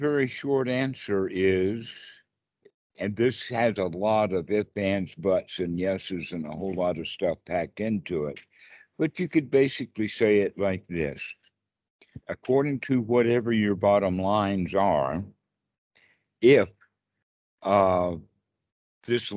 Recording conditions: video call